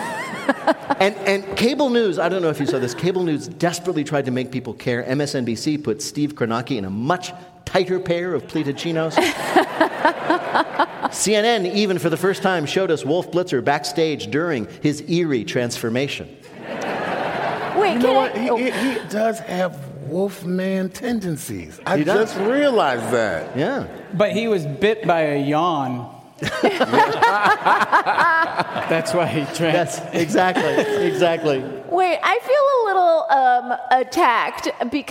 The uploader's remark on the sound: at the Harris Theater in Chicago